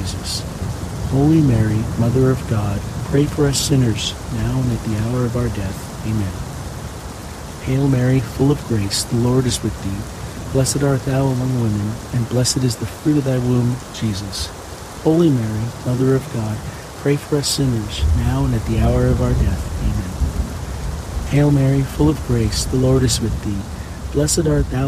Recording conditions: sounds in the background